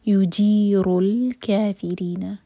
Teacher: را پر دومہ ہے تو را ہیوی ہوگا یہاں پر